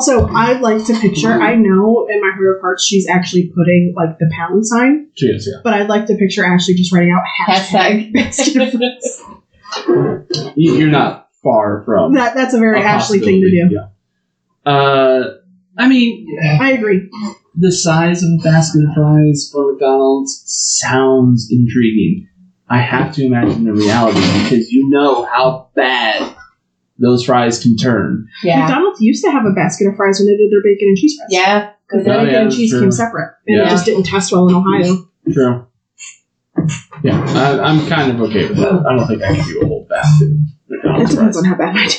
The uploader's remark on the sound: I'm aware that the audio sounds bad. You will ironically find out why pretty early in the episode.